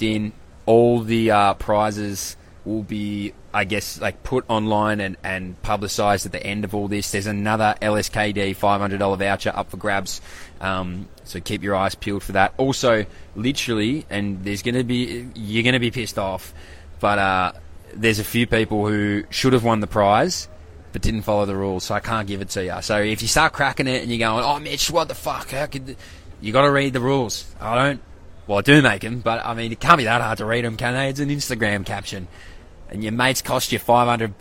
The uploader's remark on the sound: LIVE AT THE WORLD CHAMPS